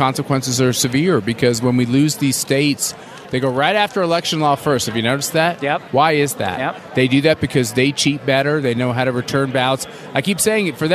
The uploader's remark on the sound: broadcasting live from CPAC in Washington D.